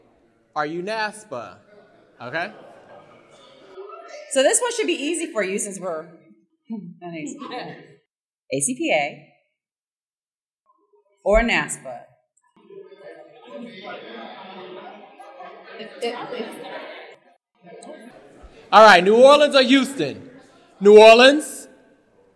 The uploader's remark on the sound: S3_E7_We LIVE Yall_Scholar_Tea Live Recording At ACPA. Join us for our first live audience recording at the ACPA convention in March 2023 in New Orleans.